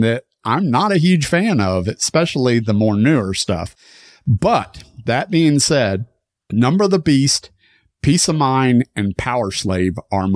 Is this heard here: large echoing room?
no